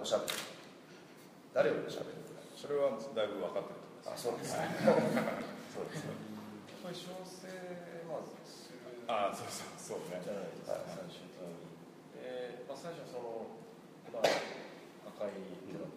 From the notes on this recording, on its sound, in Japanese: 会場：金沢美術工芸大学 展示室。OUTBOUNDー彫刻シンポジウム外伝 のトークイベントの録音です。